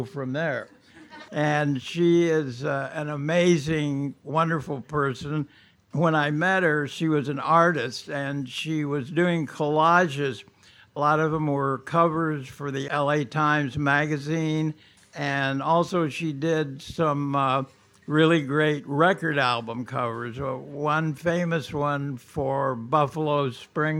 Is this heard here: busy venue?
yes